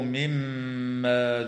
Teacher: الميم المشددة في كلمة مما حكمها الغنة بمقدار حركتين